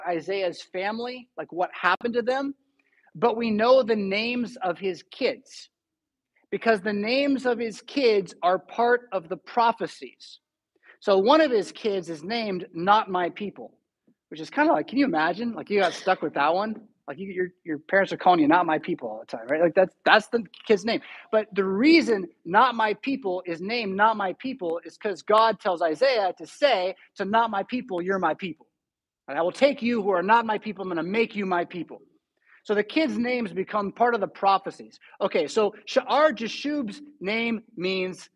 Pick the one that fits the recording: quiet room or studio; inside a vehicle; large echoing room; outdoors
large echoing room